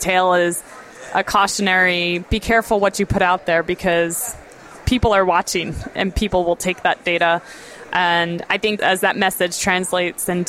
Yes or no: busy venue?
yes